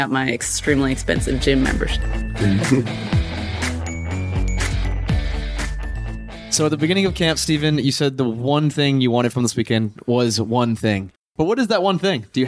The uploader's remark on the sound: Today's episode was recorded live at Camp FI down near Gainesville, Florida. Camp FI is a retreat of 40-60 people at locations across the country filled with people chasing FI and supporting fellow members of the community.